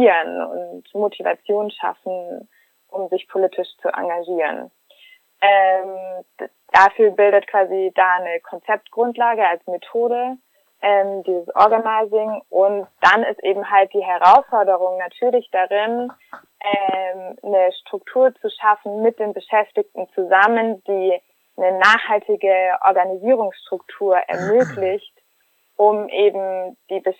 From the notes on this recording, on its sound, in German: Ausnahmsweise mal nicht live, dafür wie immer mit tollen Gästen. Am Telefon.